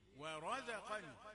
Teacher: ورزقني واو رقيقة را بعدها مفخمة زي بعدها مرققة ورزقني ما نجيبش المفخم كالمرقق لا قال يا